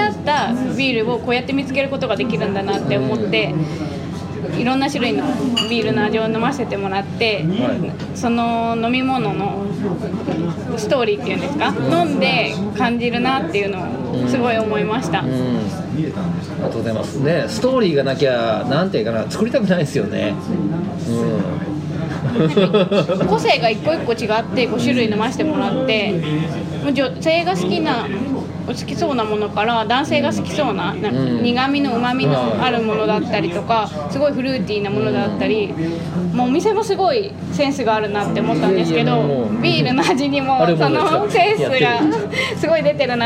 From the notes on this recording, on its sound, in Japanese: 公開収録しています！お客さん元気！